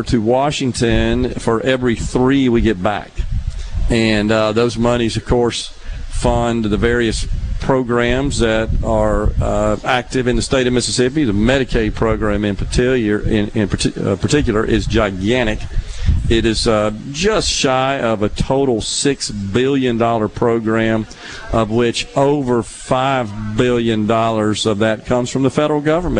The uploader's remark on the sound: LIVE fromFounder's Square at The Neshoba Co Fair, and he is joined under the SuperTalk tent in the Element Wealth Studio by a wide variety of guests - from elected officials to civil servants and more!